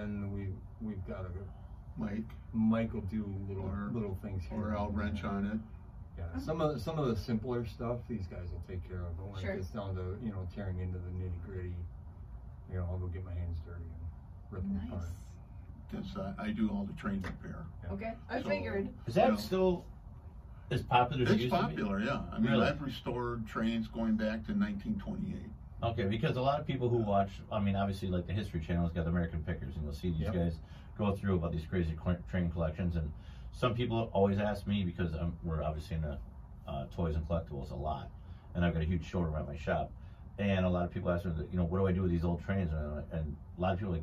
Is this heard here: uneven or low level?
yes